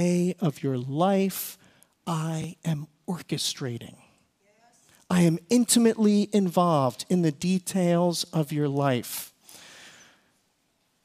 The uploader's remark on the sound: Recorded service from February 18, 2024.